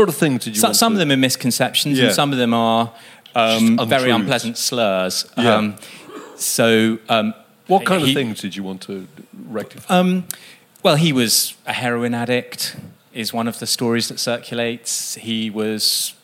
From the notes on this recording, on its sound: at a live podcast recording at 21Soho on September 25